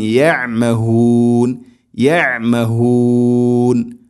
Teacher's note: അയിന് തൊണ്ടയുടെ മധ്യഭാഗമാണ് മഖ്റജ്